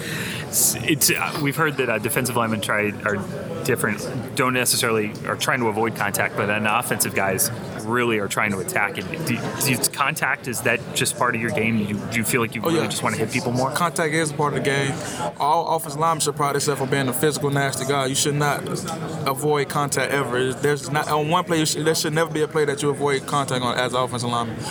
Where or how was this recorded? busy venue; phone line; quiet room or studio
busy venue